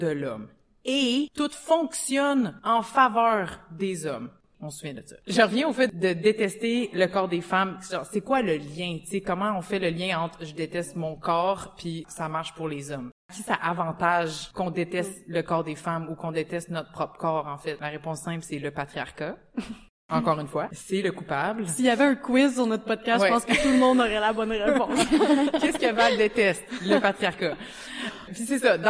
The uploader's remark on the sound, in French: Un épisode spécial qui a été enregistré devant public dans le cadre de la journée internationale des droits des femmes. À l’occasion du Gala-Spectacle animé par le Comité Femmes Vigilantes. Deux organismes situés sur le territoire du Jardin Roussillon, au Québec.